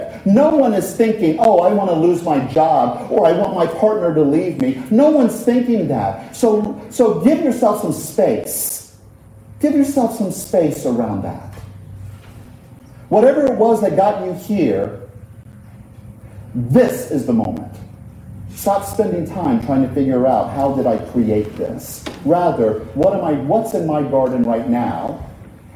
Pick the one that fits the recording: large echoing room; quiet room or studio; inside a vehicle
large echoing room